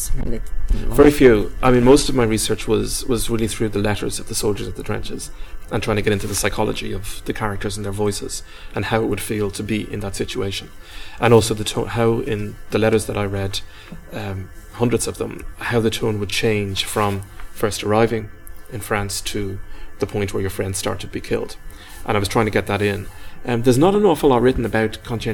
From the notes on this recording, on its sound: at Worlds Literature Festival 2011